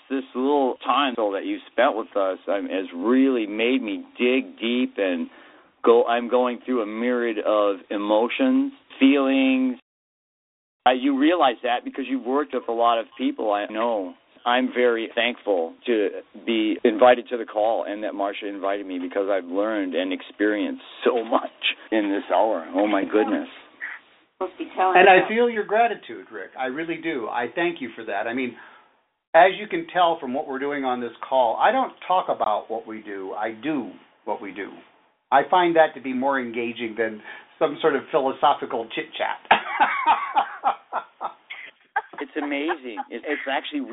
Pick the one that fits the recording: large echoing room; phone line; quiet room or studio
phone line